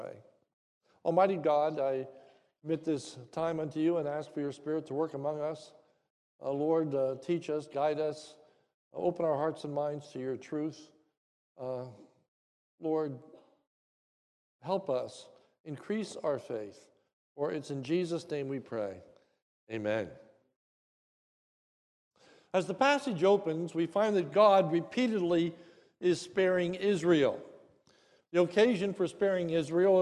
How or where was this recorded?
large echoing room